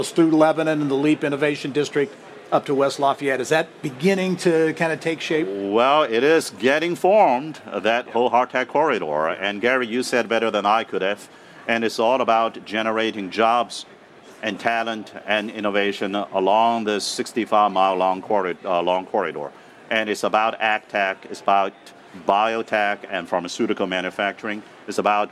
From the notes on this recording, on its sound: We are coming to you this week from the Indiana Convention Center in downtown Indianapolis for the Inaugural Rally Conference, an event billed as the largest global cross-sector innovation conference.